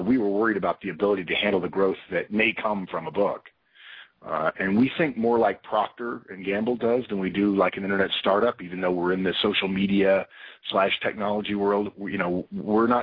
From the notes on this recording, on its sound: April 2012 Conference Call